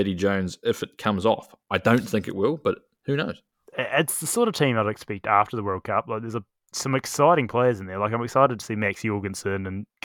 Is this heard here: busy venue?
no